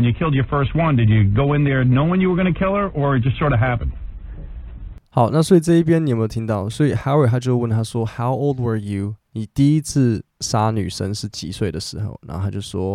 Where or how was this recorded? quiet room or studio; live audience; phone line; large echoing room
phone line